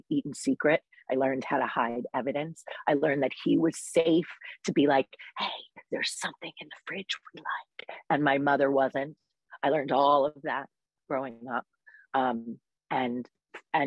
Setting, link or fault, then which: link, video call